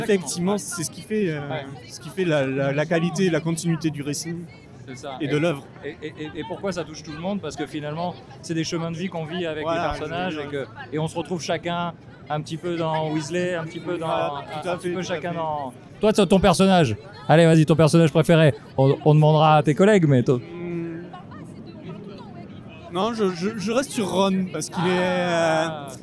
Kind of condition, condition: setting, busy venue